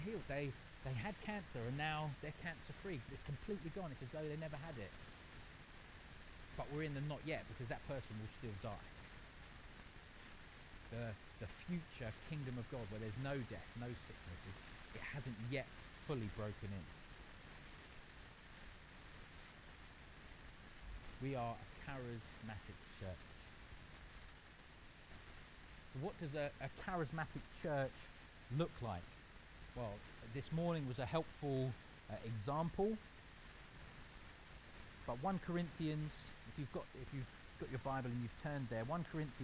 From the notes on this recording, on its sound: We apologise for the poor audio quality of this recording. This was due to technical issues.